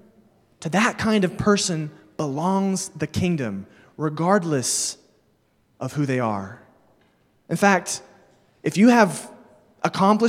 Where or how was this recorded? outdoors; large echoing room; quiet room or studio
large echoing room